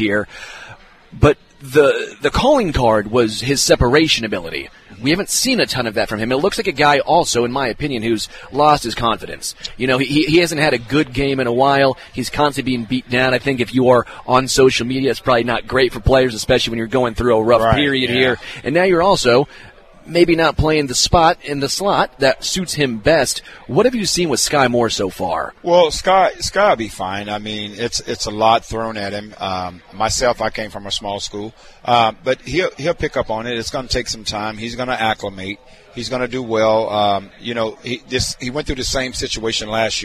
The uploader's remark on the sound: LIVE from Hollywood Casino!